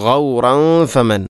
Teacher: തൻവീന് ശേഷം ഫ വന്നാൽ ഇഖ്ഫാ ബിഗുന്ന